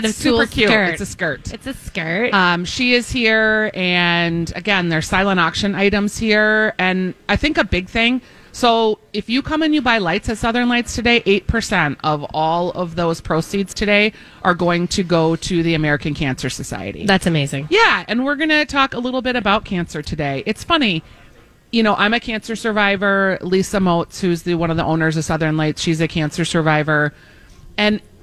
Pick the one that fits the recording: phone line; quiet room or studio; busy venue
busy venue